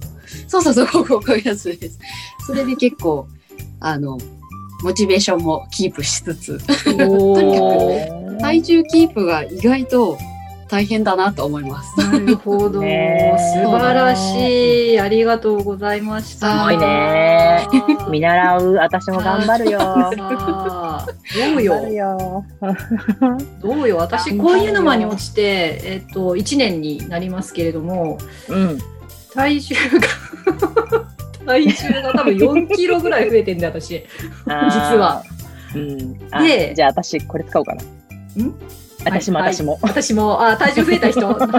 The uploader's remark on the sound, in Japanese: 今回は初めて、zoomを使って公開収録をしてみました！参加されたみなさんの顔を見ながらの収録は、とっても楽しかったです！